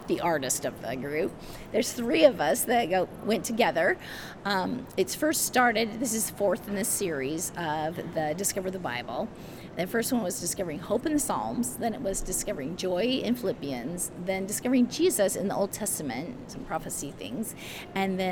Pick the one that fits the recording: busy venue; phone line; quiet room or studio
busy venue